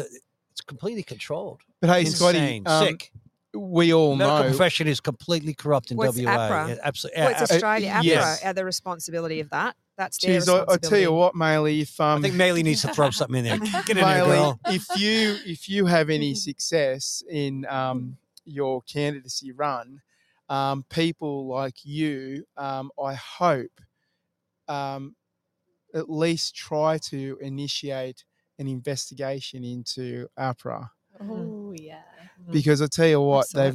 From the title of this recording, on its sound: Live from Railway Memorial Park Bunbury